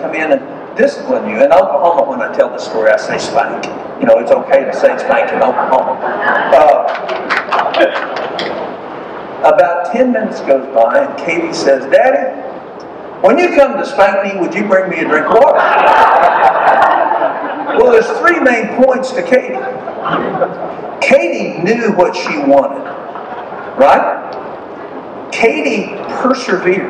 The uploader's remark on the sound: speaks at the 2018 Pennsylvania Leadership Conference.